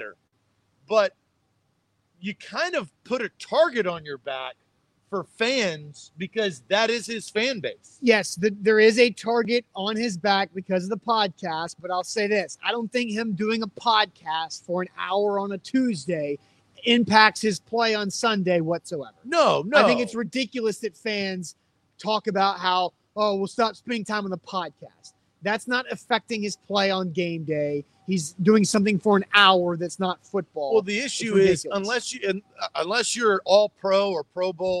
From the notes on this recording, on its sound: Live from Mill Creek Brewing